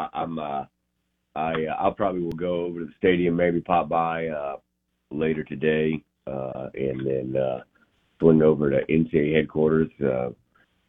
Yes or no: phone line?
yes